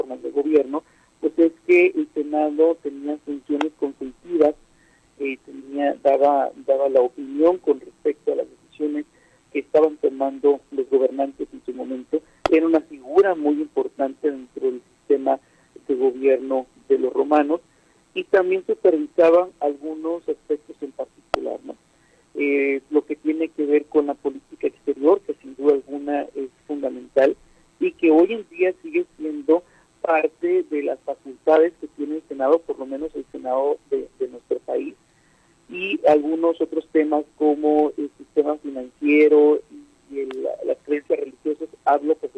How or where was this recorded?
phone line